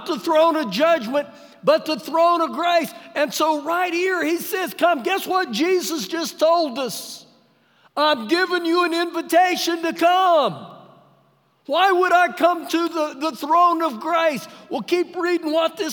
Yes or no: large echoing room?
yes